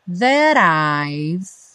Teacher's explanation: e o I've, parando o som no V, já que o E não é pronunciado